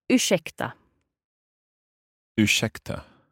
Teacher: This sh sound, that is the combination of the R and the S together.